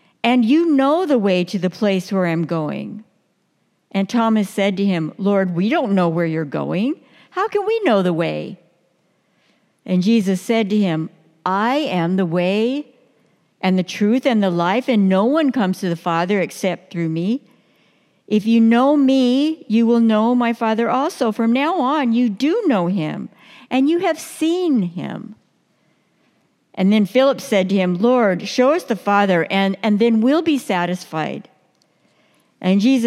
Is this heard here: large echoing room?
yes